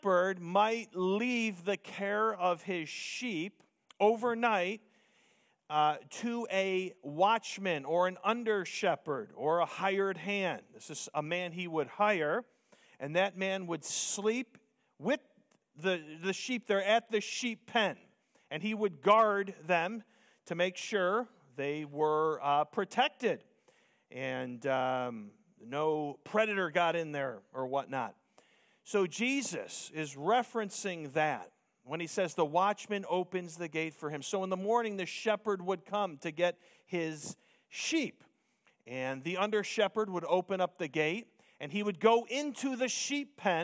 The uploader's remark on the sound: Preached Sunday Morning